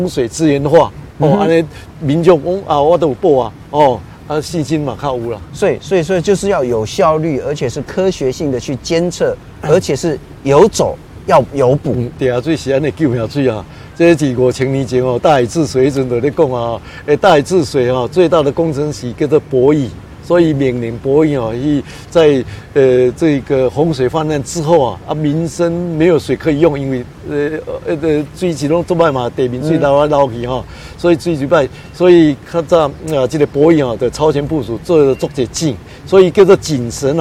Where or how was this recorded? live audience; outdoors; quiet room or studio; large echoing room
outdoors